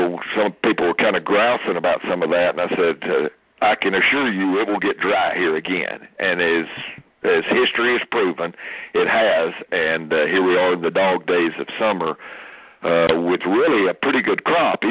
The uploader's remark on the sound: Aug 2019 Monthly Conference Call.